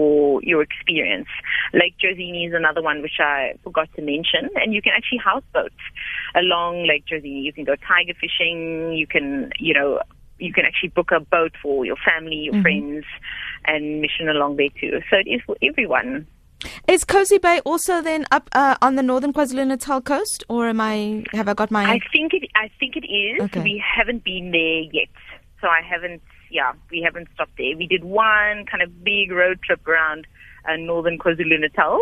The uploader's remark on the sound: GUEST (Phone)